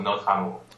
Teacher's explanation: It's just the dropping of that last vowel to tie the TR to the A of amour